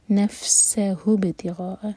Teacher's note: جب فا پڑھیں تو پھونک کی آواز آنی چاہیے